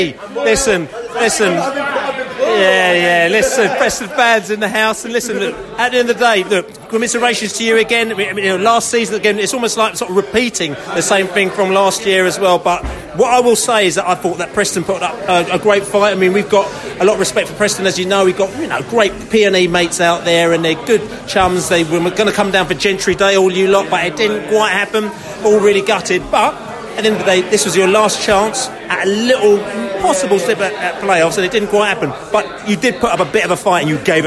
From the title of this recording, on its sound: post-match podcast from the pub